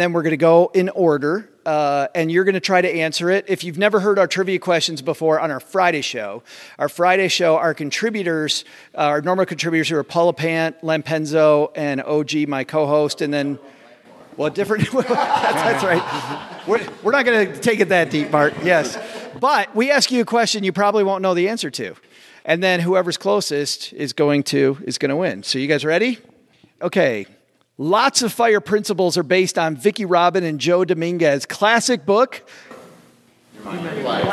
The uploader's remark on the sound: We went campin'. Dug up some inspiring and amazing money stories from fellow campers. We are live today from Camp FI (financial independence).